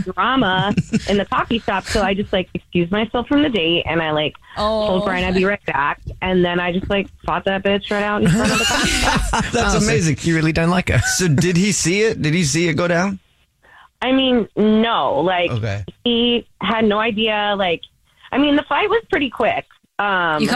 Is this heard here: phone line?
yes